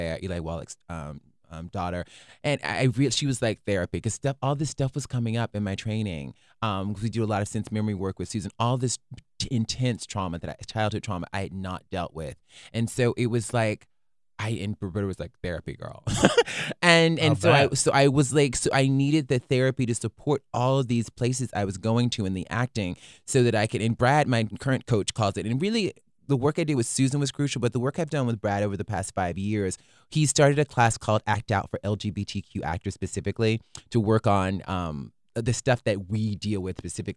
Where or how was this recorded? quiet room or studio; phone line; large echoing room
quiet room or studio